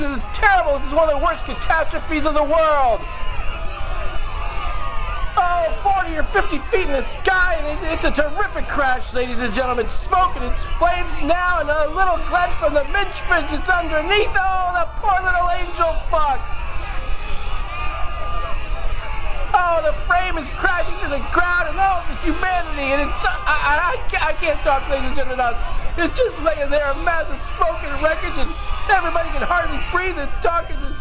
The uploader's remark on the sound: LIVE FROM THE PRUDENTIAL CENTER IN NEWARK, NJ